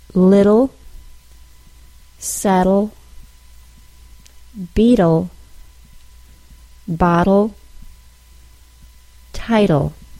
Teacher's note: Instead, it's because of the syllabic L that we talked about a little bit ago. When a single or double T is between a vowel sound and a syllabic L, the T or TT will be pronounced as a quick, single D sound.